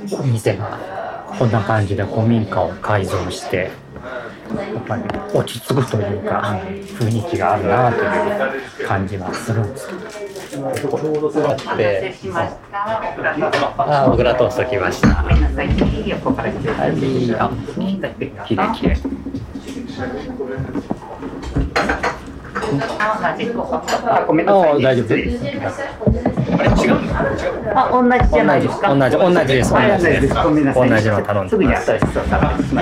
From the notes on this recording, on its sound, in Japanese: ロケ収録 モーニングを求めて名古屋駅西を歩く。